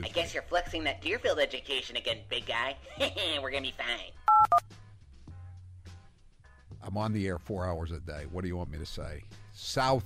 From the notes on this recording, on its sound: listeners call